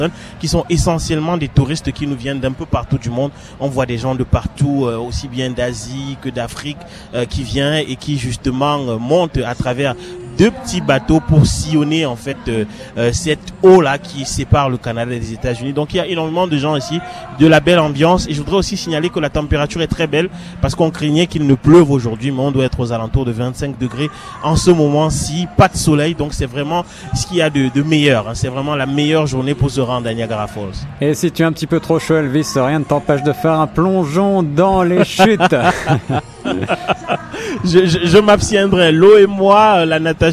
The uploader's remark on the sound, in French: En direct de Niagara Falls: Bike for Africa avec Brussels Airlines, le 07 Octobre 2017